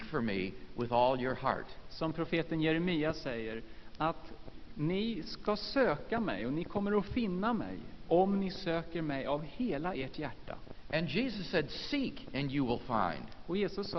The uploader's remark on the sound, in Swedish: Inspelad i Saronkyrkan, Göteborg 1999-03-14.